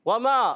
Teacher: वाव की अदायगी होंठों की गोलाई से। वमा पर मद है, मद मुनफसिल।